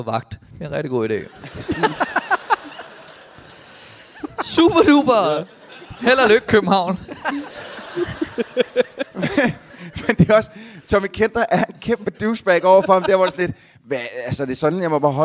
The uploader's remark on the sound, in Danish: En publikummer kommer tilmed op på scenen og forklarer alt muligt.